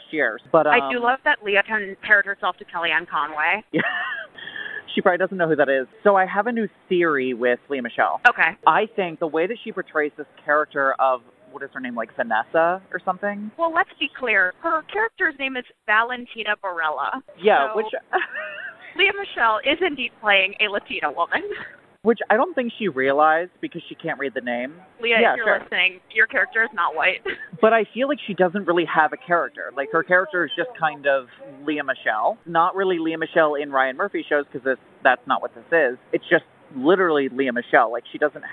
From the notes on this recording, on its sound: This week we're coming atcha live from the streets of New York on our synced up lunch breaks at work!